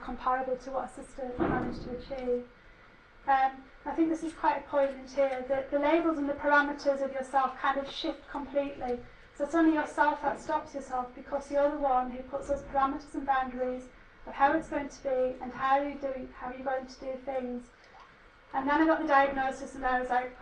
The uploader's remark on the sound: Speaks at the SRHE joint network event.